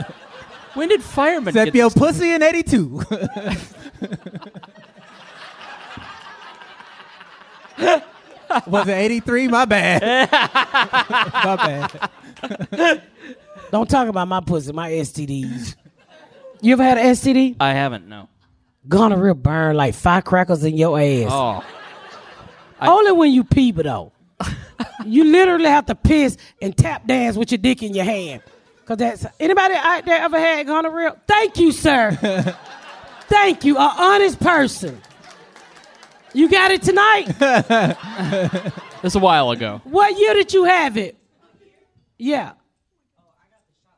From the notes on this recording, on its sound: We are live at San Francisco Sketchfest